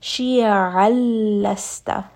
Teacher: we will completely drop that noon sound and just connect that tanween straight to the letter lam · Term: idgham